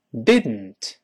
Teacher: 这个舌头没有爆破，鼻子用力